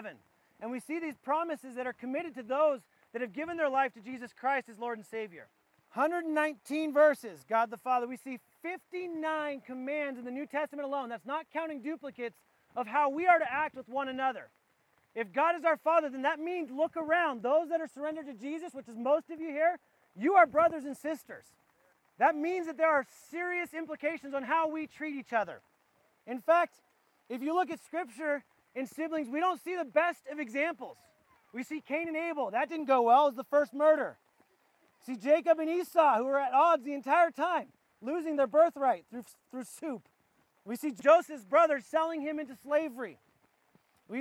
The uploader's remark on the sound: This was recorded outdoors at our church wide campout. We apoligize for the audio quality.